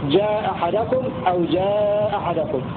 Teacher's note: اتفق قالون والبزي مع أبي عمرو على إسقاط الهمزة الأولى من المفتوحتين · Term: إسقاط الأولى